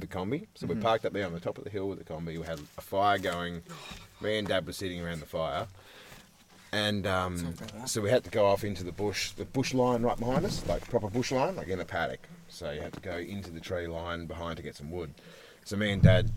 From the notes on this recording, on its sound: The second part of this recording out under the stars, alongside the river, in the wild. Camping.